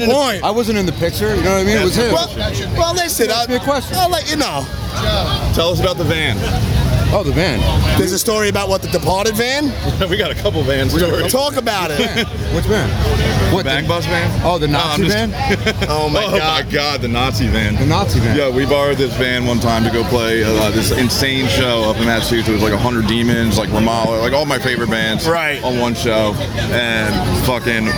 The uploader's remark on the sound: Recorded Live from The Electric Factory in Philadelphia at this year's This Is Hardcore Festival.